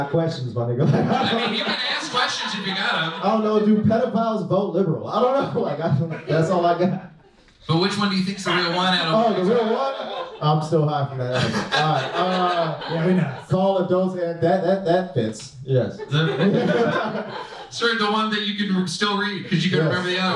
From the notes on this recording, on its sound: Recorded live at Mic Drop Comedy Club in San Diego.